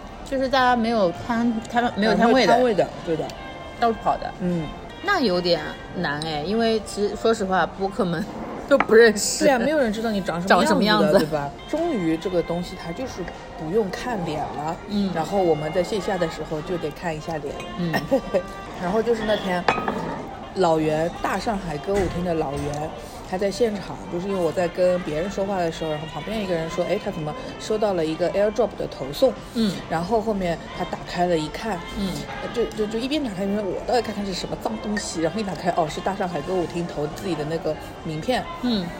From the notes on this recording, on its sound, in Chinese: 每次录制基本都是在餐厅吃饭，没有条件升级录音设备。映彩餐厅。